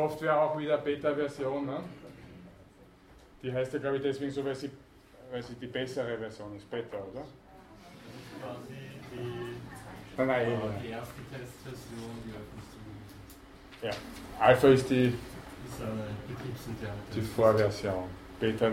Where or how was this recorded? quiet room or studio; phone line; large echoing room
large echoing room